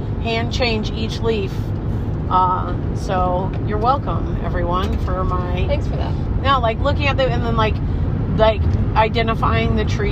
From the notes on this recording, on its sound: on a road trip home from The Saint Louis Renaissance Festival